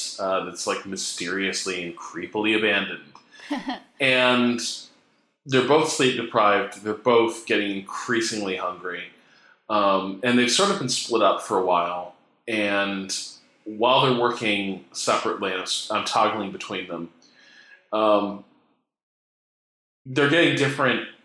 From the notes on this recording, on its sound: we had some slight mic issues this episode.